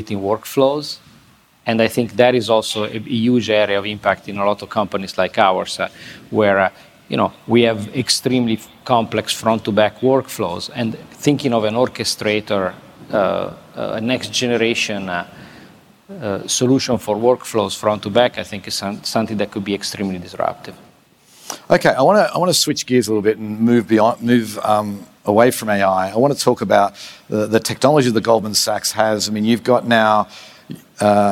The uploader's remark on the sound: This interview was recorded at Fintech Nexus USA in New York City on May 10. This interview was recorded at Fintech Nexus USA in New York City.